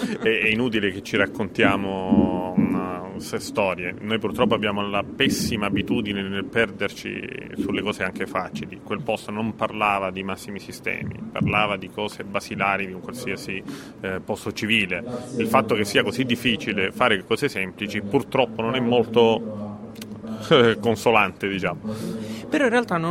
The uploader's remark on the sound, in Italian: Diretta Live dal PNI 2015